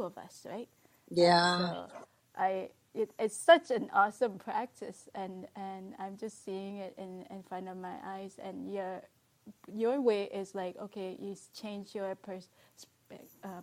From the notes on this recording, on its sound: In this episode you'll get a glimpse into a LIVE Wisdom app talk between me and a fellow Wisdomer and dear friend. The audio is not the best quality and our individual volumes are quite different.